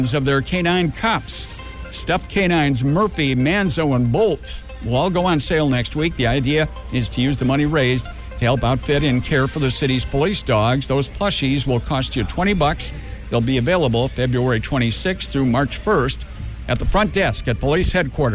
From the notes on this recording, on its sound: LIVE from Give Big Green Bay at JTV!